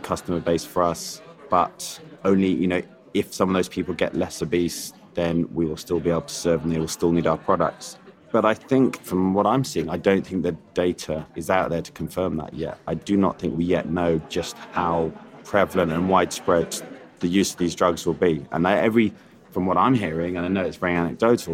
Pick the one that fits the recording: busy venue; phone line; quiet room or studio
busy venue